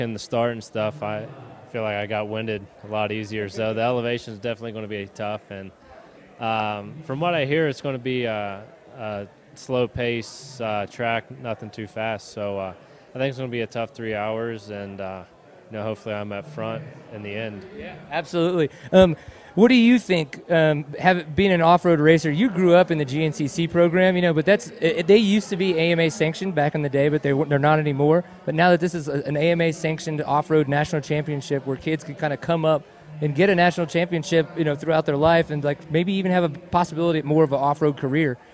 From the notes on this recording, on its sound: Live with racers at the 2013 Big Sky XC during the AMA Offroad National Championships.